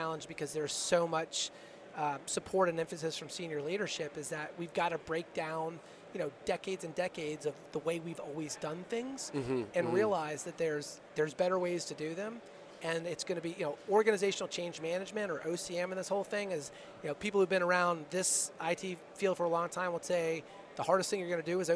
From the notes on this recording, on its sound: This week we are recording from the floor of Modern Day Marine so that we can bring you the events and personnel of this outstanding convention as it’s going on. One of the guests who came by our booth.